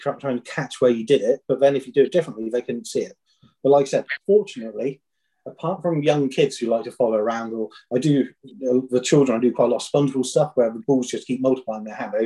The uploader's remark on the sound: Original Zoom Audio. What we have here is the Zoom portion of the interview.